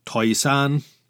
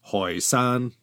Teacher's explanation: Toisan is my poorly pronounced Cantonese of the Mandarin Taishan. The Toisan people in their dialect used an H instead of a T and called themselves in their ancestral homeland Hoysan. · Shown in: second take